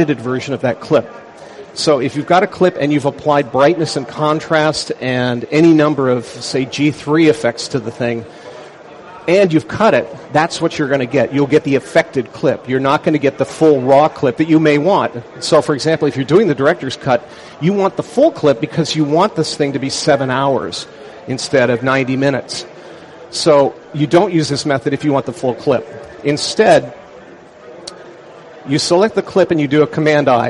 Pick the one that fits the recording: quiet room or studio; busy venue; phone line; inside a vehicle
busy venue